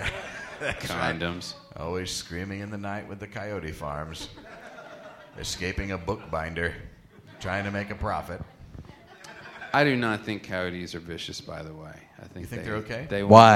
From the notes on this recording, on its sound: direct from the Hammer Museum in Los Angeles